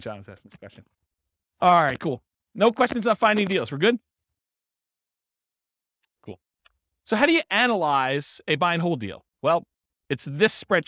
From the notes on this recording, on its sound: This was a live class recorded